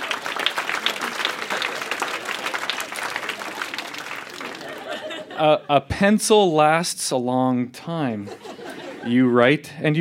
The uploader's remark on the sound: Recorded live at Yuk Yuk's in Calgary, AB.